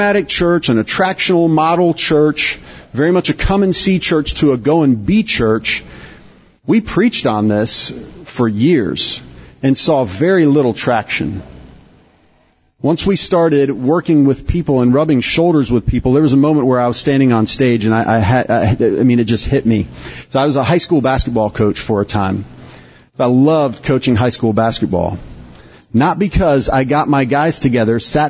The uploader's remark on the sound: This podcast is one of several workshops from Exponential’s Global 2023 Conference in Orlando.